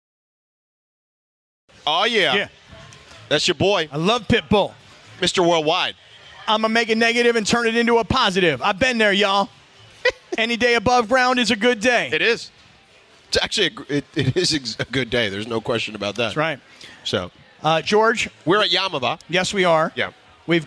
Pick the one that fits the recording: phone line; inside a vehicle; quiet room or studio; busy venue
busy venue